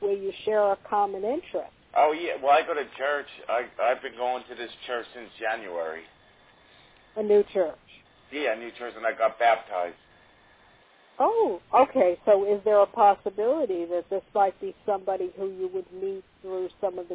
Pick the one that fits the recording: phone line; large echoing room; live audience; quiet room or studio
phone line